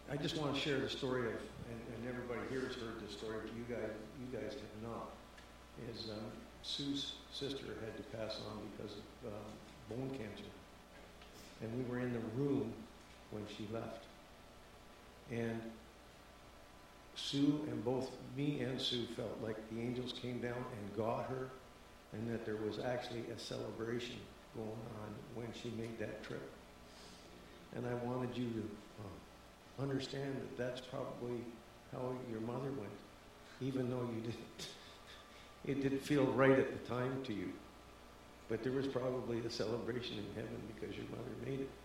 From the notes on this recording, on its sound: This is the recording from the live training session of Gentle Care Prayer Ministry Basic Foundations Training, held on May 28, 2016, at Centre of Hope Victory Church in Kincardine, Ontario. This is the recording from the live training session of Gentle Care Prayer Ministry Basic Foundations Training. At Centre of Hope Victory Church in Kincardine, Ontario. This is the testimony of the recipient immediately following ministry, and the words of encouragement given by others present.